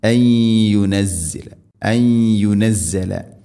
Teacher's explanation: സുക്കൂനുള്ള നൂനിന് ശേഷം യാ, നൂനിനെ യാഇലേക്ക് കൂട്ടി ലയിപ്പിച്ച് മണിച്ചു കൊണ്ട് ഉച്ചരിക്കണം. ഇദ്ഗാം ബിഗുന്ന, അൻ യുനസ്സല, അൻ യുനസ്സല.